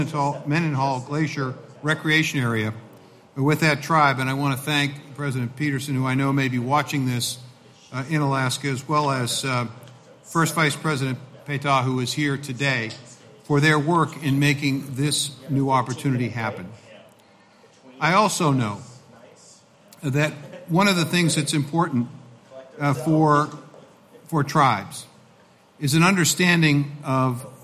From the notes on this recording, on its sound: share the stage at the White House Tribal Nations Summit